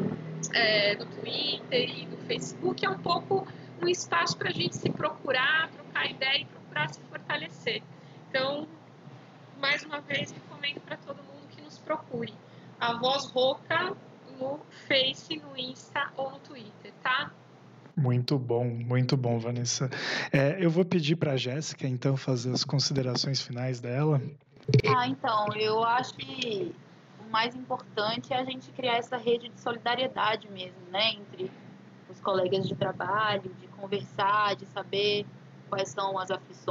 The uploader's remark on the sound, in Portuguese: Em isolamento social durante a quarentena. À DISTÂNCIA por áudio conferência.